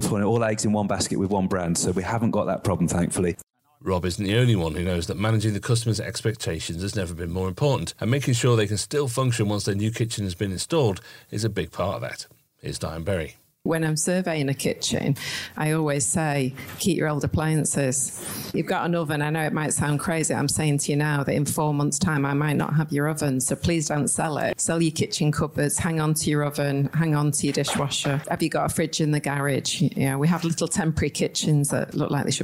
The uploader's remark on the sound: in-depth discussion that took place at the KBSA Conference